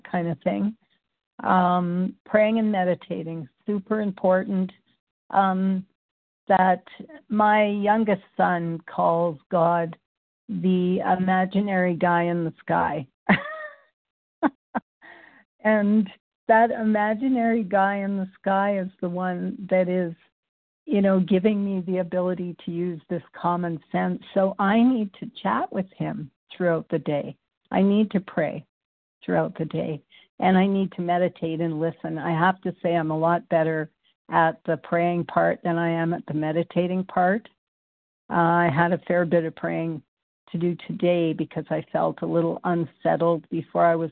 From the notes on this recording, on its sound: qualification from the 100 Pounders Phone Meeting